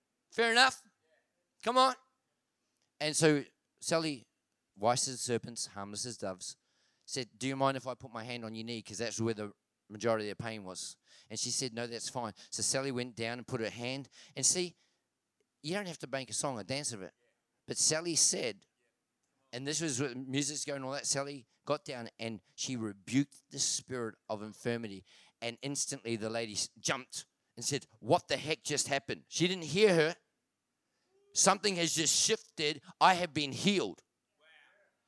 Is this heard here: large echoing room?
yes